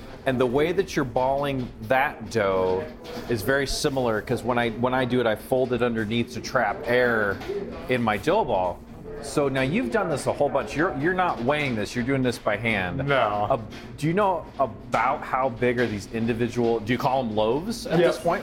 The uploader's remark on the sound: We took the mics to Square Donut located at 15825 W Maple in Omaha